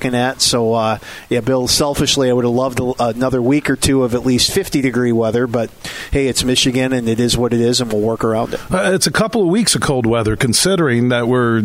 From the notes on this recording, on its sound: Today we're broadcasting live from Forest Hills Eastern.